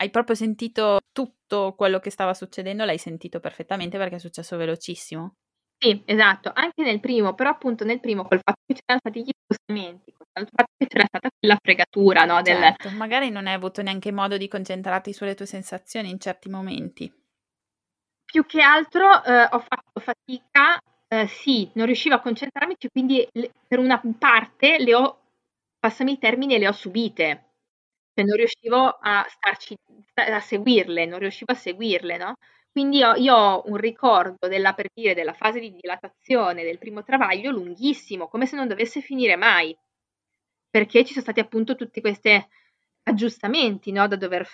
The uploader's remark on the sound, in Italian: Purtroppo la qualità dell’audio non è ottimale.